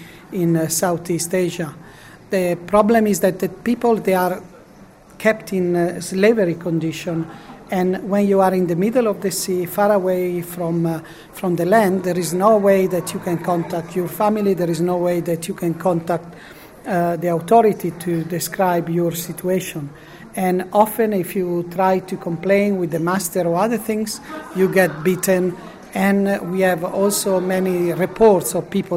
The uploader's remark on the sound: Spoke to delegates at the 2018 Santa Marta Group conference in Rome. Pontifical Academy of Social Sciences, Casina Pia, Vatican.